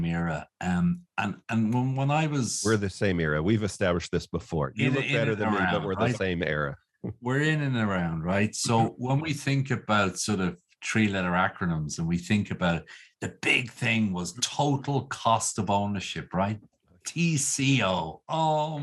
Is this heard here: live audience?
no